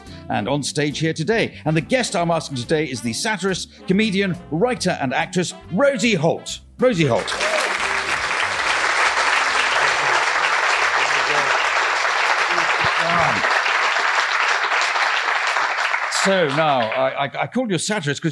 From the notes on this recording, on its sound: On the latest live edition of the podcast. This episode was recorded live at the Leicester Square Theatre, London.